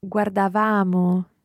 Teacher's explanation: the stress is still going on your second last syllable